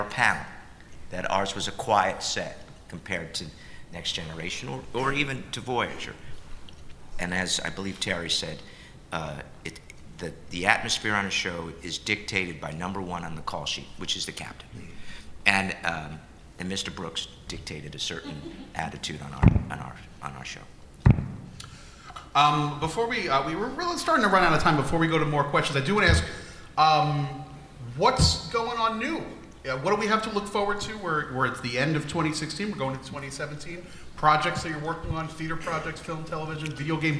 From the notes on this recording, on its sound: Recorded Live At Star Trek: Mission New York.